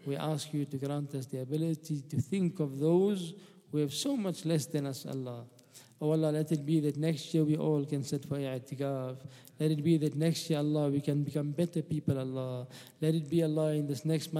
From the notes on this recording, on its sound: at the Houghton Masjid (West Street)